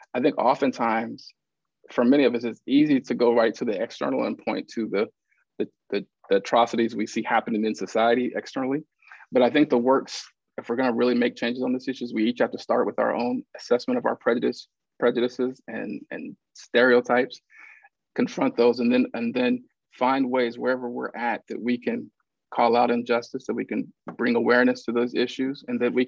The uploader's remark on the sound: in a Zoom edition of Sheldon Museum of Art’s Look at Lunchtime series